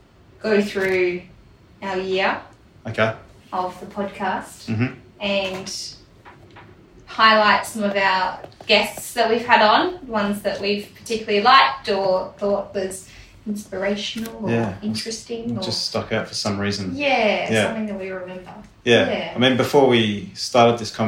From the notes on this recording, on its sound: We had a couple of issues with our recording for this episode, so we have gone with our backup recording which sounds a little different to usual